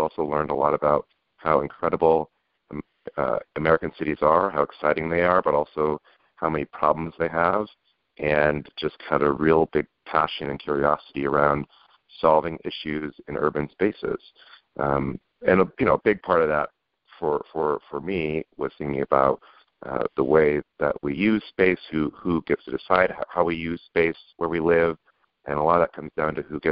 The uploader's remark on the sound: This is KLX Berkeley 90.7 FM. Public affairs show here at Calex. Joins us by phone today. He's traveling on the road.